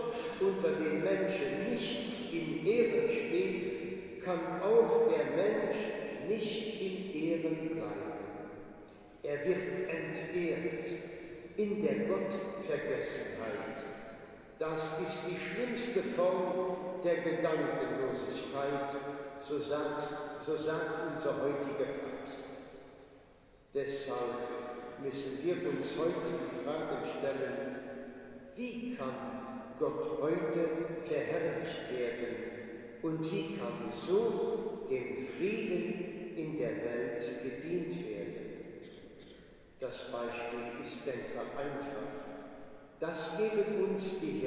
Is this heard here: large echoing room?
yes